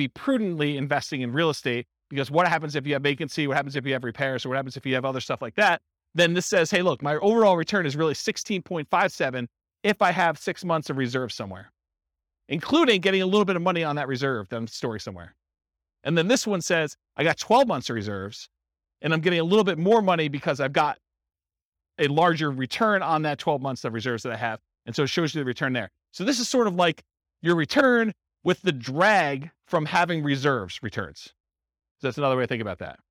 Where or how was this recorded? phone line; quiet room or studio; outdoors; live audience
live audience